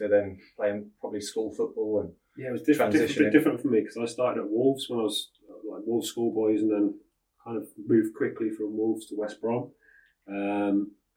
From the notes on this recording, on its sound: We unfortunately experienced some audio issues with this weeks recording